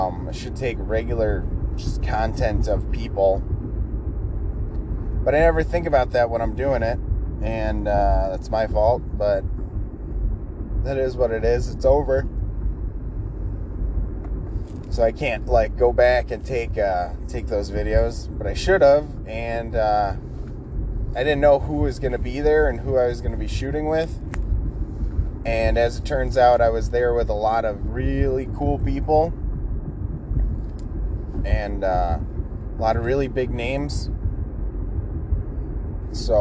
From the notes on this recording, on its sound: My headset is no longer working so I recorded off my phone on my drive to work. Sorry about the background noise.